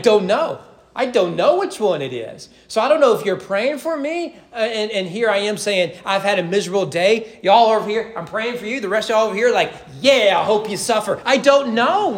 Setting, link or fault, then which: setting, large echoing room